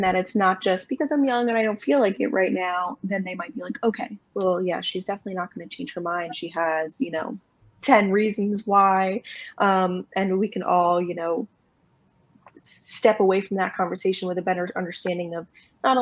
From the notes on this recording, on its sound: One of the questions asked to the panel of speakers during this replay from the 2022 Virtual Childfree Convention.